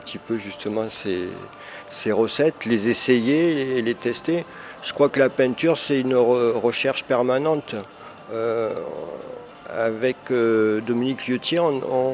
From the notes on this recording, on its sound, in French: Interview audio de l'artiste peintre Aquarelliste. Lors de son exposition de peinture dans la galerie d'art de l'espace Culturel Leclerc à Gap.